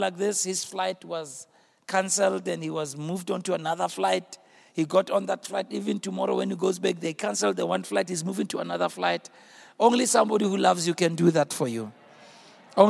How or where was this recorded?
large echoing room